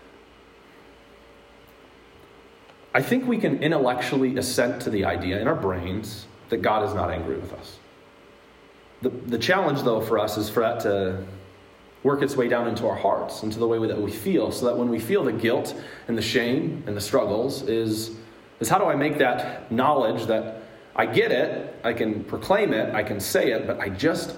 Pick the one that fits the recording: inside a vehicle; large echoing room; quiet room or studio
large echoing room